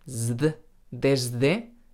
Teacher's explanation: hay gente que pronuncia la S sonora por influencia de la D sonora